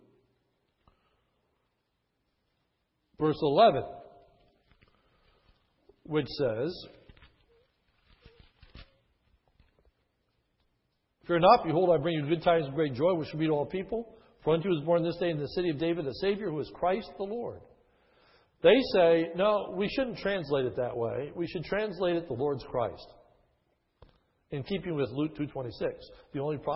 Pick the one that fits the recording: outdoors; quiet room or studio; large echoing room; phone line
large echoing room